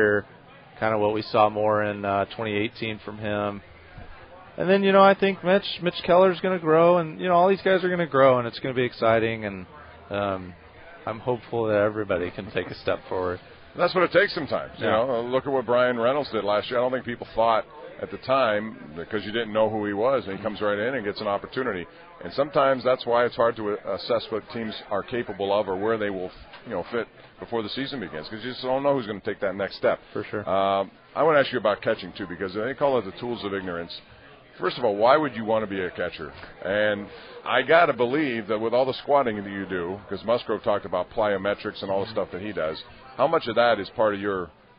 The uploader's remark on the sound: LIVE from PiratesFest Saturday morning at PNC Park